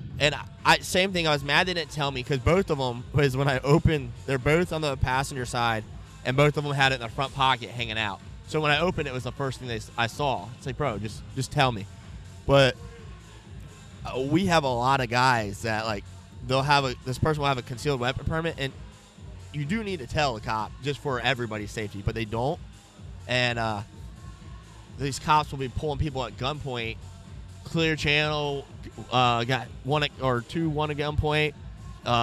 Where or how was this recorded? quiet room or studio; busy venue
busy venue